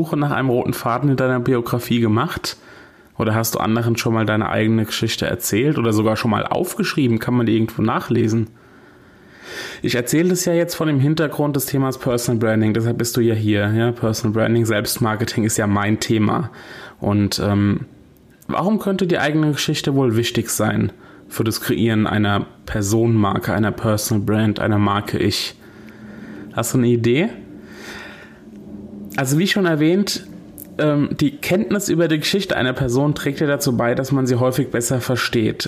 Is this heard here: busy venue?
no